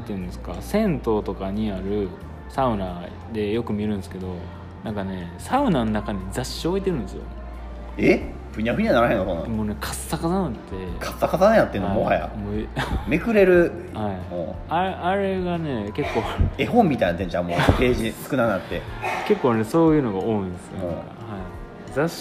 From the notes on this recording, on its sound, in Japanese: あがりゃんせで収録してみました。今回は滋賀のあがりゃんせで収録してきました。